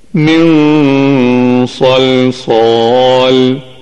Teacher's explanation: تفخيم الغنة عند الصاد